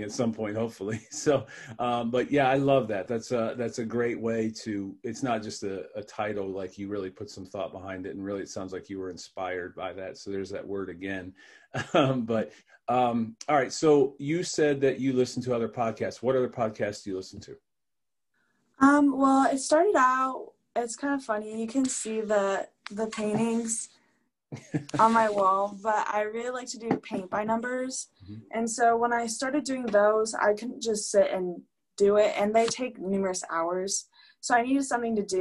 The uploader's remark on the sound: We literally did a zoom call from 2 different rooms in the house.